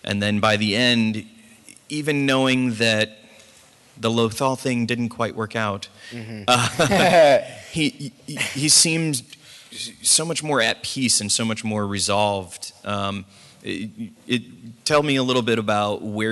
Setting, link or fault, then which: setting, busy venue